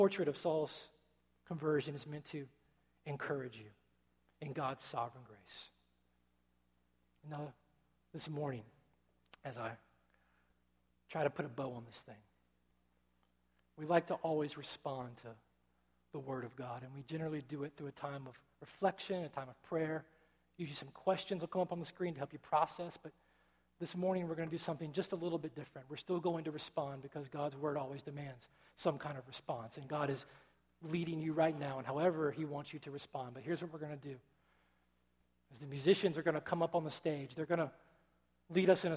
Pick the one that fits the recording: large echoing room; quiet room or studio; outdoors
large echoing room